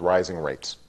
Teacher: you can hear the new emphasis on rates